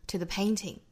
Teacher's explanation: our 和 own 连读成 our own。那 our 这个词在英音里呢是小刷音作为尾音的，是那么后面是 own 元音，两个元音碰撞在一起需要加一个小小的辅音 r 来连接这两个音 our own color。后面 to the painting to 和 the 弱读，最后的 painting 做重读